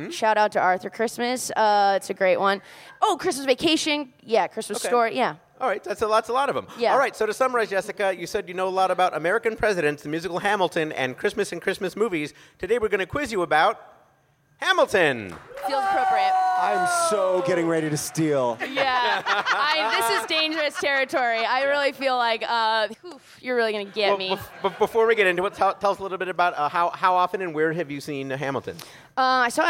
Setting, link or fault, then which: setting, busy venue